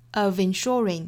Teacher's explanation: of 在跟 ensuring 连读呢，有一个小的 vin 这样的衔接